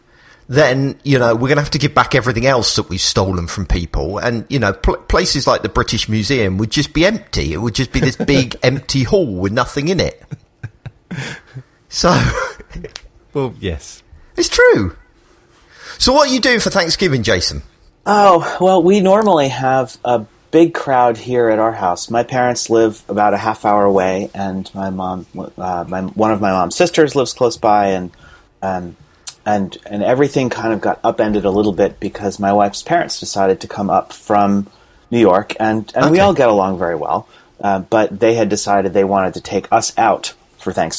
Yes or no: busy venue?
no